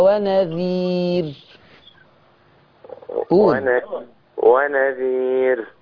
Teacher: حكمها الترقيق فما ترفعش لسانك من ورا